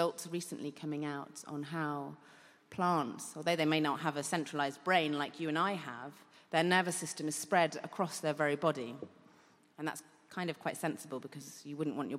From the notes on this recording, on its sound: The 5x15 audience. Recorded at EartH (Evolutionary Arts Hackney) in London in September 2018.